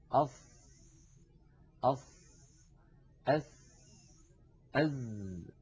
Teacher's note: الصاد والسين والزاي، هذه الأحرف الثلاثة عندما ننطقها نضع طرف لساننا، يعني رأس اللسان، عند الصفحة الداخلية للثنايا السفلى، للسنين الكبيرين اللذين في مقدمة الفم. · Term: أحرف الصفير